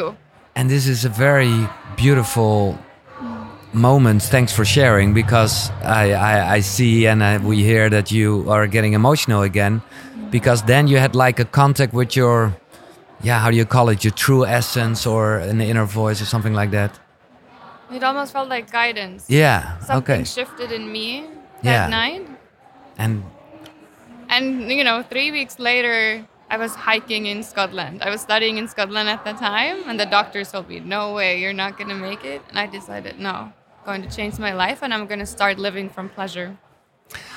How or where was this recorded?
busy venue